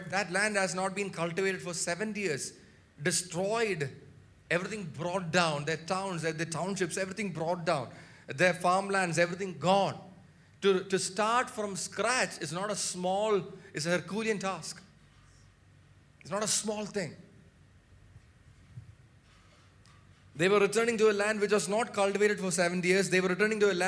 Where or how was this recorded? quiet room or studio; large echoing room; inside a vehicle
large echoing room